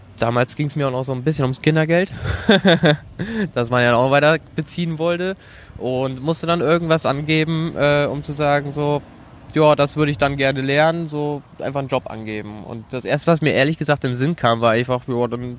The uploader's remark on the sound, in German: Auch diese Folge ist bereits im Mai 2018 im Rahmen des Viva con Agua Netzwerktreffens aufgenommen worden, also schon ein büschn älter!